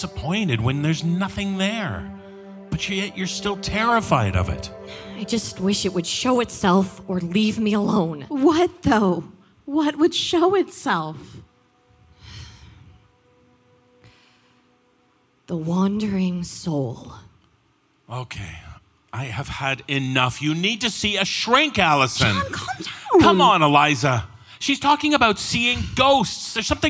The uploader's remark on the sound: This special hiatus episode features the performance from our Halloween Live Tour at The El Rey Theatre in Los Angeles, California on October 31, 2019. Halloween Live at The El Rey Theatre. This special hiatus episode features the performance from our Halloween Live Tour at The El Rey Theatre in Los Angeles, California on October 31, 2019.